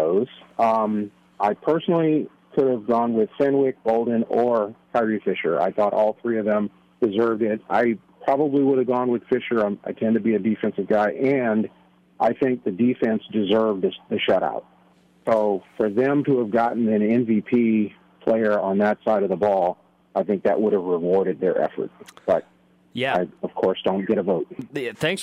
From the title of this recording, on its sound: Florida Postgame Call-In Show